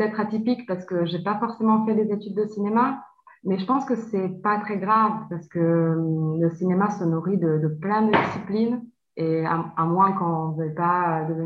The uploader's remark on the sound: forgive me for the audio (all done on Zoom)